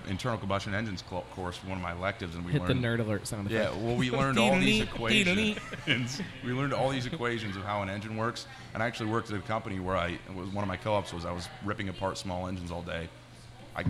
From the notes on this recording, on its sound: Live At Bad Tom Smith.